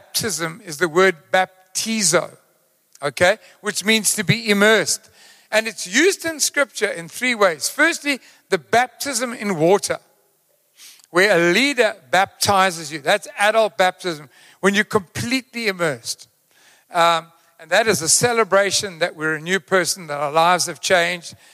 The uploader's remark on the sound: Recorded live on Sunday 16th July the 2023